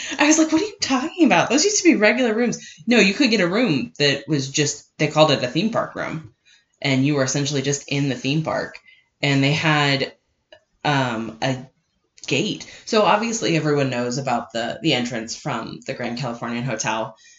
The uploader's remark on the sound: We know audio got kinda screwy with this one, the incorrect microphone was being utilized.